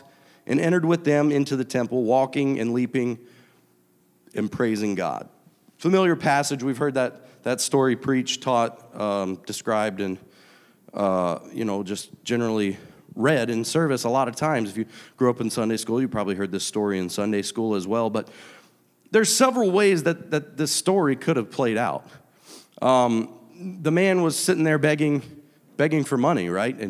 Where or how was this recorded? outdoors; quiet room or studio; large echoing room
large echoing room